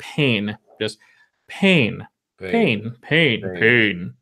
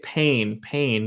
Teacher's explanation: notice how much of an H sound there is, how much extra air comes out.